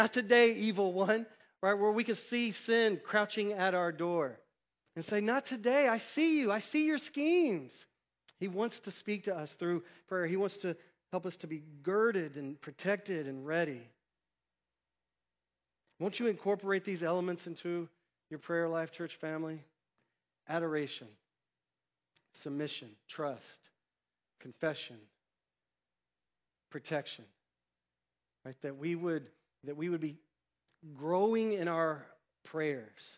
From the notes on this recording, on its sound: Recorded at North Village Church. Non-denominational church in Austin, TX.